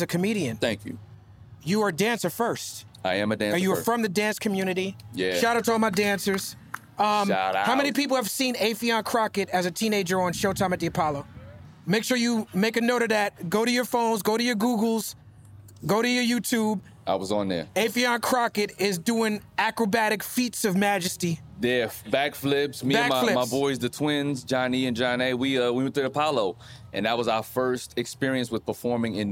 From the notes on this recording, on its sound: filmed live at the Blue Note Jazz Festival in Napa Valley